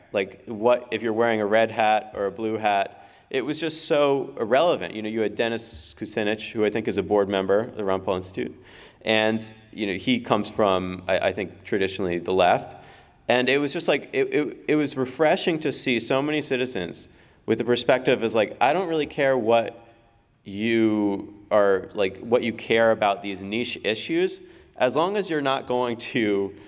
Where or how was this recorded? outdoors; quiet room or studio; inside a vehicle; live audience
live audience